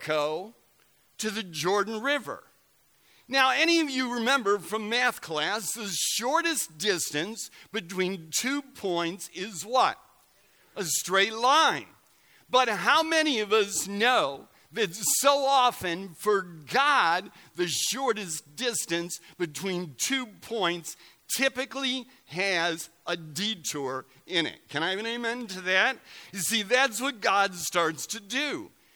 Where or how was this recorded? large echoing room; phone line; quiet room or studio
large echoing room